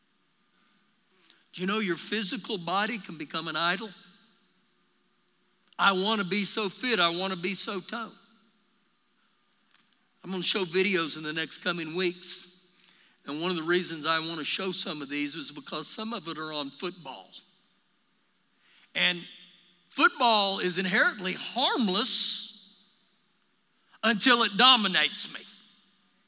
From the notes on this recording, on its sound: Recorded live during our Wednesday night service